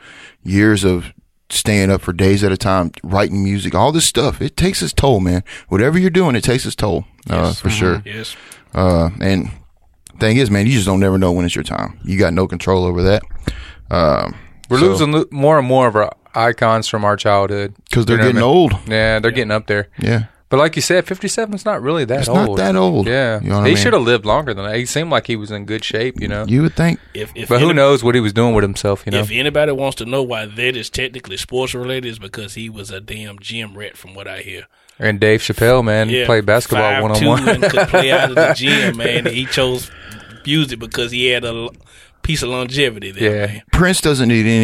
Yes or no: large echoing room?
no